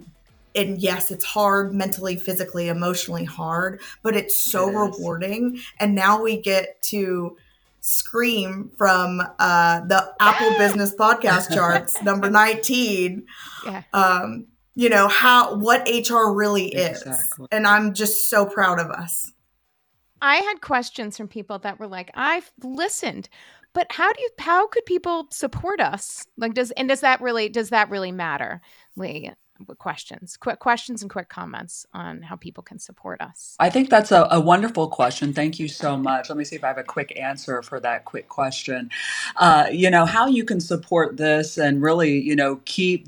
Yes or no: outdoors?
no